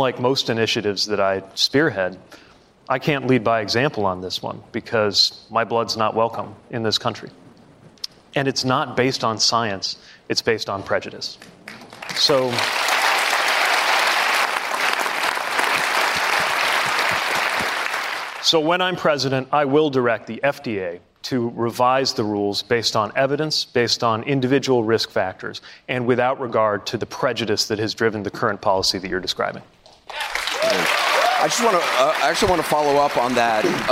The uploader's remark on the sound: Answers questions during a live town hall. At The Novo in Los Angeles.